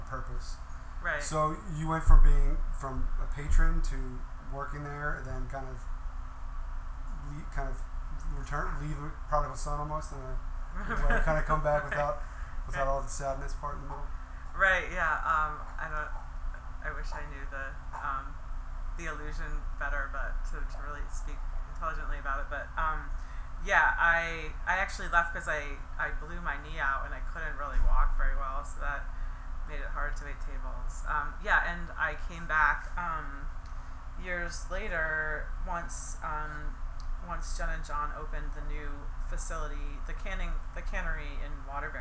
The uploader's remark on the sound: The Alchemist which has its main location in Stowe, VT. I had the pleasure of interviewing her on location at the brewery.